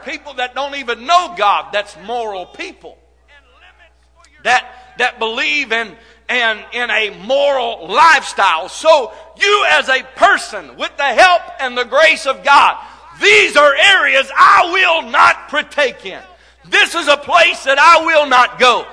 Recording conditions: large echoing room